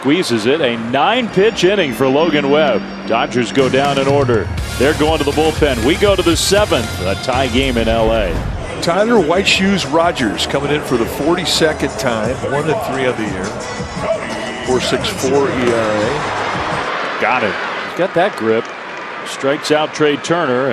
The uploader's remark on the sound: LIVE from #dodgerstadium